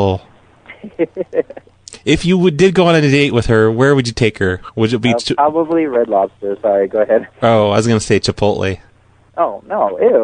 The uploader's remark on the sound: Personal Prank Phone Calls Collection.